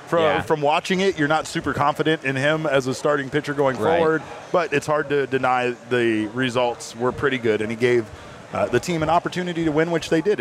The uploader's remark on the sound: live from Four Peaks Brewing Company